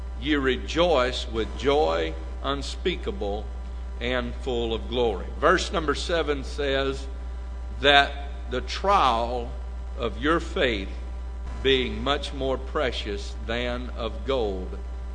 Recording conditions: large echoing room